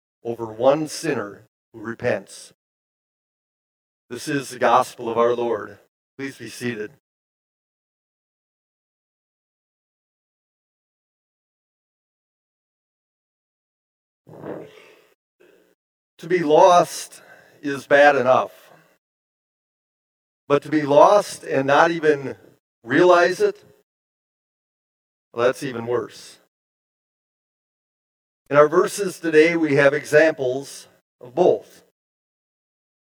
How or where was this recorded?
large echoing room